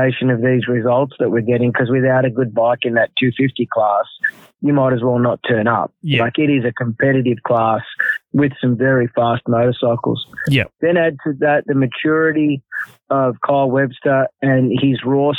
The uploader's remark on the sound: This week we go live for Show 39 of the Moto Limited Show. Jumped on the phone to chat.